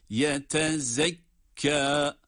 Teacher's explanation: zâ harfi peltek değil